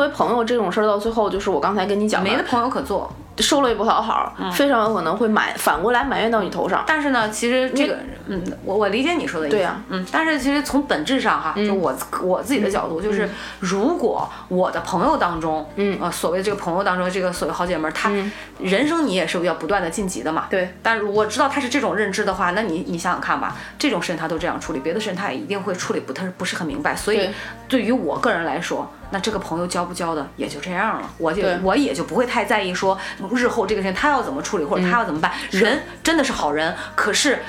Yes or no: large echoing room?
no